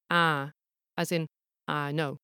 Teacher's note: the North Yorkshire I is closer to ah, as in ah, no